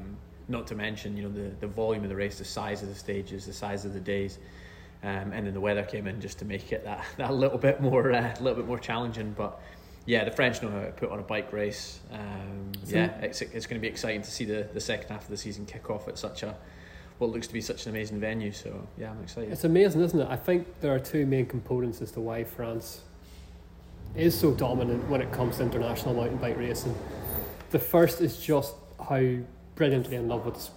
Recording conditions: busy venue